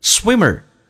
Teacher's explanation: swimmer 这个 m 其实在这个单词当中是发两遍的